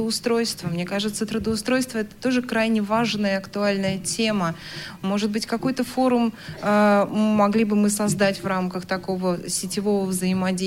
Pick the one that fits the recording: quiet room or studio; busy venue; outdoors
busy venue